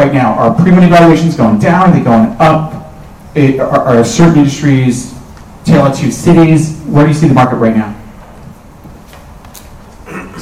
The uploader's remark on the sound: Part I of the VC Panel at the 7BC Venture Capital San Francisco event Nov 14, 2023